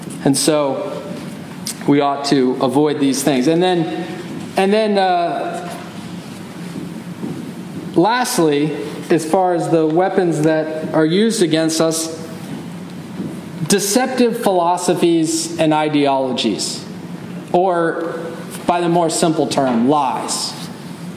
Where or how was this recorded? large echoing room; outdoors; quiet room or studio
large echoing room